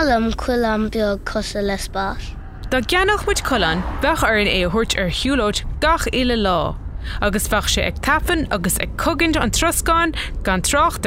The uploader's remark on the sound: Clár sa Charr is a short conversation of a parent and child that takes place in the car on the way to school.